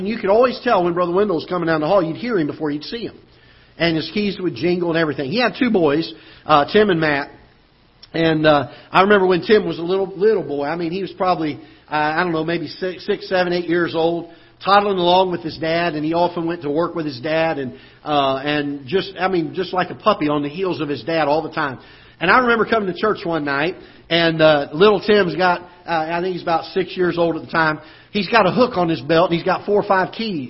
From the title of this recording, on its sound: Ketha Heights Baptist Church ~ Live Broadcast